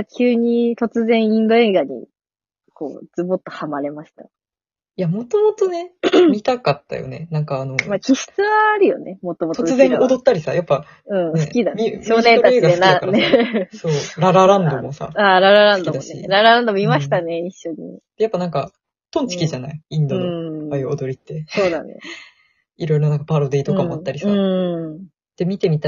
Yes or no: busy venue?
no